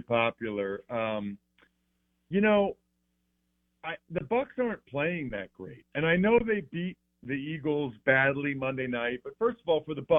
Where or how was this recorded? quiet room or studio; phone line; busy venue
phone line